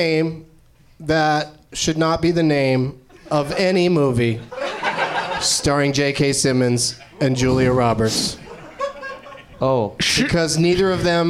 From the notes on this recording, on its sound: Live from the NerdMelt Showroom